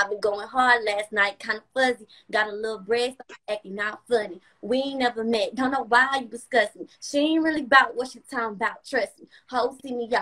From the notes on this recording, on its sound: special Instagram Live #WFH edition